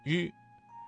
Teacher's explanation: 舌尖卷起接近硬腭前部，但不完全阻塞气流，形成一种轻微的颤音 · Term: 翘舌音